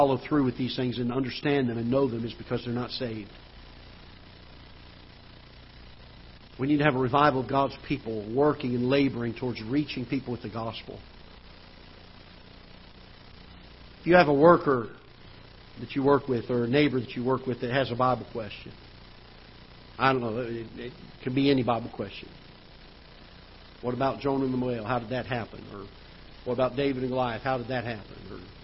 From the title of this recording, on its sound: Ketha Heights Baptist Church ~ Live Broadcast